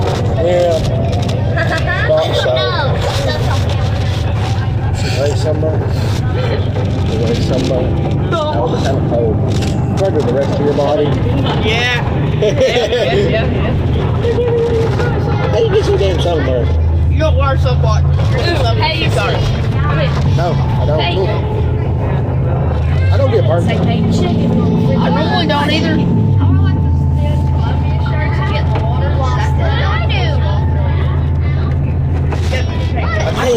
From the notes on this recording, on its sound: This is a real recording from my school bus.